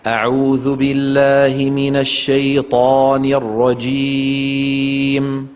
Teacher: بعض الإخوان يقولون شيطاني تاء، فخم الطاء من الشيطان.